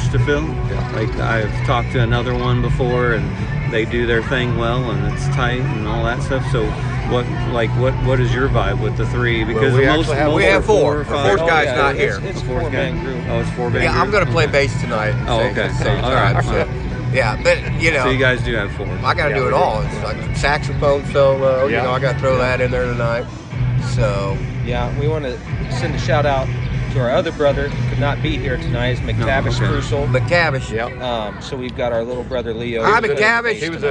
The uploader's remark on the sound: live at the Gem City Concert Series